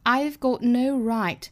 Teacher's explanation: got 尾音的它省掉， right 尾音的它也省掉